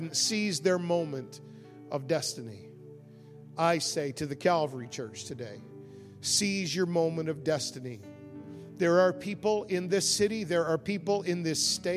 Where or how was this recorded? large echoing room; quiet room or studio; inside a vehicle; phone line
large echoing room